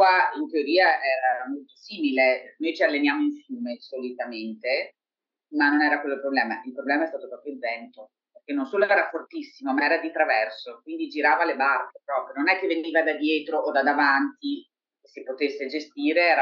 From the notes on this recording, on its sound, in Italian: Ci scusiamo per la qualità audio del collegamento